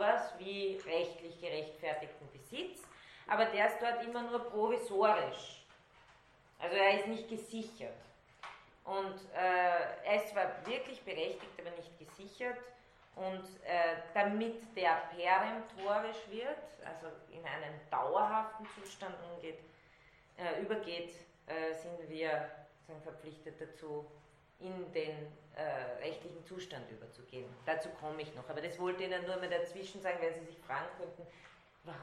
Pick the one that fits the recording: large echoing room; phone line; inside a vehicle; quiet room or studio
large echoing room